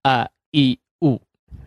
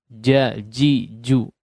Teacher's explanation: Yang kedua, ya, yang kedua adalah di antara sifat jahr, indikasi daripada huruf-huruf yang memiliki sifat jahr adalah tertutupnya kedua pita suara.